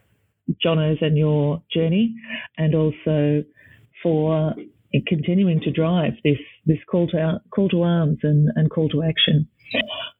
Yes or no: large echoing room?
no